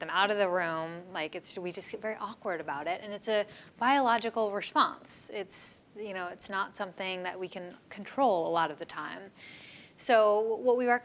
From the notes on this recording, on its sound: Next Big Idea Club event audio